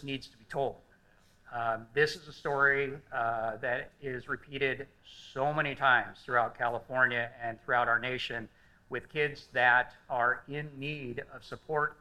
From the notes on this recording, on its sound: In this episode, we showcase a panel discussion following the premiere of "Jetro's Journey,".